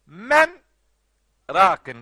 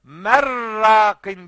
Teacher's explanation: Sakin nun ra harfine uğradığı zaman hükmü ra dediğimiz iş devreye girer ve o ra'nın şeddeli bir şekilde kalın okunması gerekir. · Shown in: second take · Merrakin diye ama öyle okunmuyor. · Term: idgam